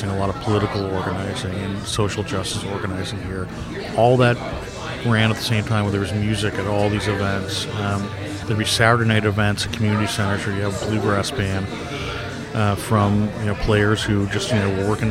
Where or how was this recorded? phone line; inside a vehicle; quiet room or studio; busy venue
busy venue